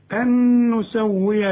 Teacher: أن نسوي برضو نون بعدها نون إدغام بغنة، أن أعملها نون واحدة، أن نسوي بنانة، بنانة نتعلم الحروف من كلمة بنانة دي، بل يريد الإنسان خدنا هذه الكلمات، ما نقولش ليفجر ليا ليا ليف، الأول ليف جو را، الراء هي المفخمة أمامة، برضو الحروف هنا مرققة.